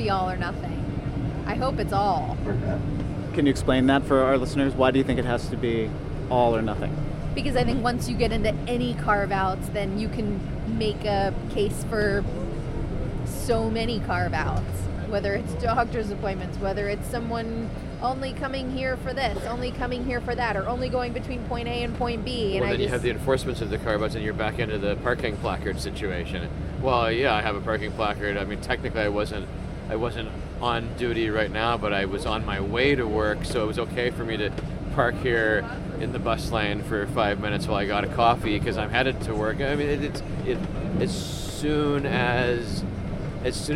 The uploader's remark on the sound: on board the M14 crosstown bus